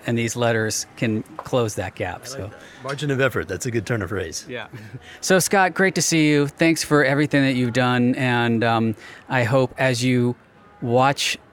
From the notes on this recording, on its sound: Today we are taking you into the field to get the sounds and vibe of Saturday’s Vote Forward’s Big Send Letter writing party in Los Angeles. We get some inspiration from volunteers writing letters to voters.